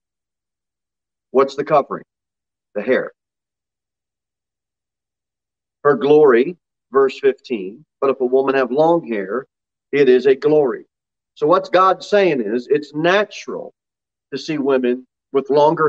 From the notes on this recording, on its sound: Sermon delivered at Pilgrim Baptist Church on Thursday, February 17, 2022, at 6 pm. Jere Whitson Rd.